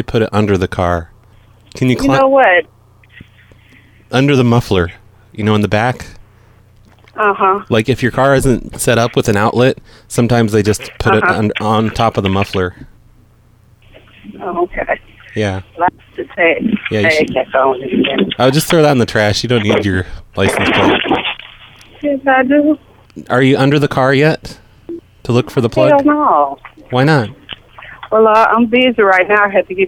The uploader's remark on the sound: Prank Phone Calls Collection